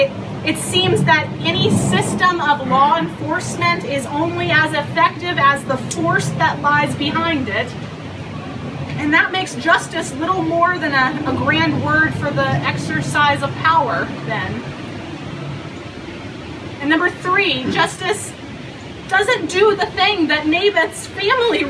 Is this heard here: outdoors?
yes